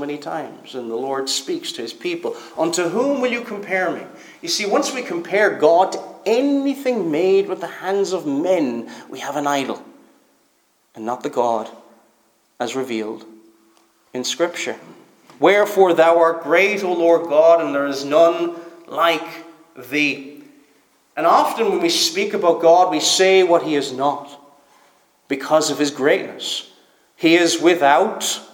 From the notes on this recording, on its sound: Preached at Stornoway Free Church -Continuing